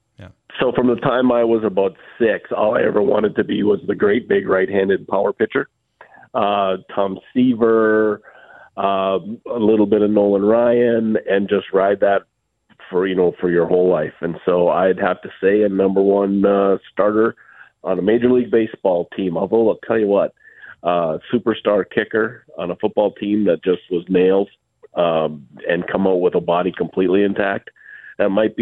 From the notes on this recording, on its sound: Is down with the sickness but still joins by phone.